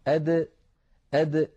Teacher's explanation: الدال يا إخوتي تخرج من طرف اللسان مع ما يحاذيه من الحنك الأعلى، أد أد. هذا الحرف عندما تنطقه العرب فإنهم يحبسون النفس، أد، يعني مثلا نقول أد داخل مثلا، أو أد داخل أو أد، فنجد بأن الصوت قد النفس قد انحبس تماما، وكذلك الصوت. · Term: حرف الدال